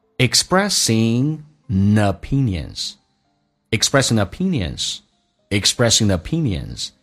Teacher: Culture difference,指的是文化差异在 East and West 叫中西文化差异的一个例子。OK，我们来看一下第一个听力的难点， expressing 跟 opinions 有一个可以有一个连，可连可不连，如果要连的话你要能听懂，以 ing 结尾把 g 可以去掉，用 n 进行连音